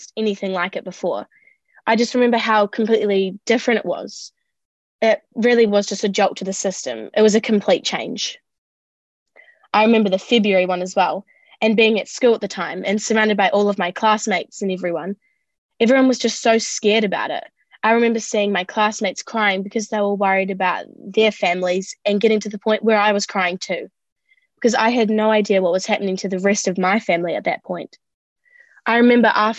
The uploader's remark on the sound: This recording was made over Zoom during the Covid-19 Delta lockdown in August 2021.